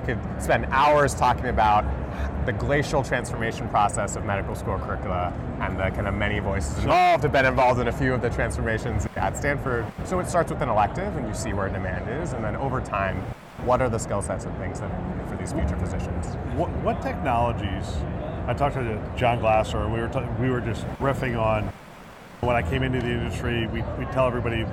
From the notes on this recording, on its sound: it’s an Interview in Action live from HLTH ‘22